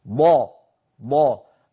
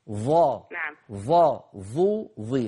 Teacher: الضاد فيها استطالة والظاء ليس فيها استطالة